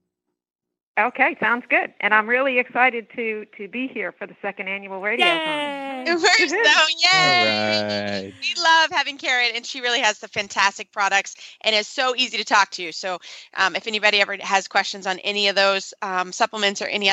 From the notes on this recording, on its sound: Holiday Radiothon. Loads of holiday voicemails and live calls from listeners.